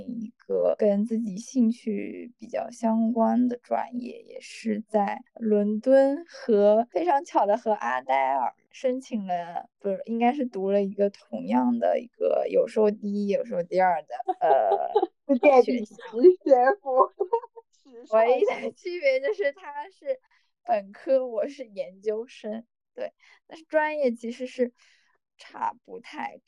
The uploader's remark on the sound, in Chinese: 本期节目我们三个人分别位于北京，上海，乌鲁木齐，异地录制初次试水可能不够精致与流畅。